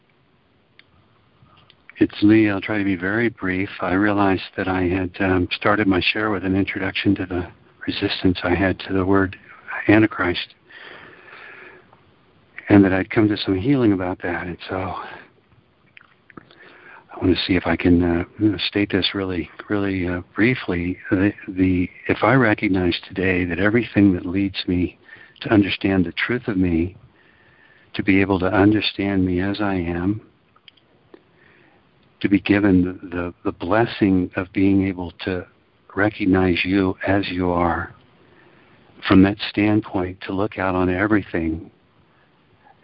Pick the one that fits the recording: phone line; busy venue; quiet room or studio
phone line